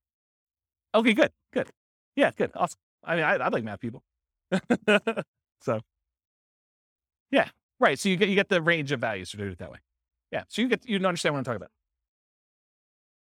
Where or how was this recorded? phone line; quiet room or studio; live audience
live audience